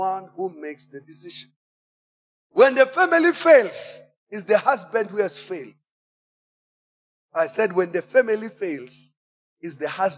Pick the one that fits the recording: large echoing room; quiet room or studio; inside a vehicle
large echoing room